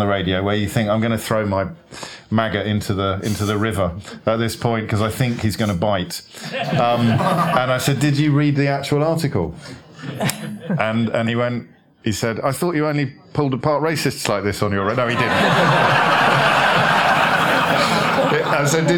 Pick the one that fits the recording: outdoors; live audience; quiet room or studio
live audience